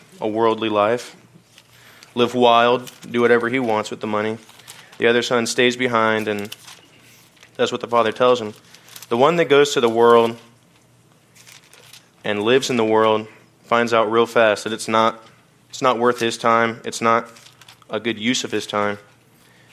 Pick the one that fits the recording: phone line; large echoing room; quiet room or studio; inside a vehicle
large echoing room